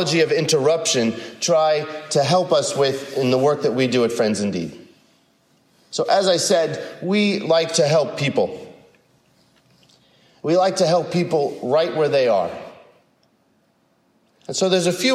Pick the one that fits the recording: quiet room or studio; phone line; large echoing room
large echoing room